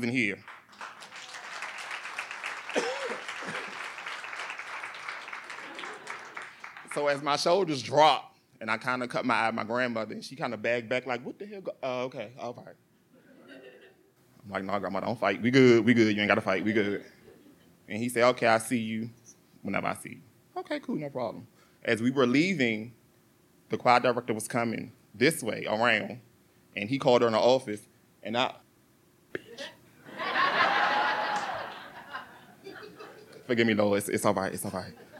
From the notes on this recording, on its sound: True stories told live on the Story District stage.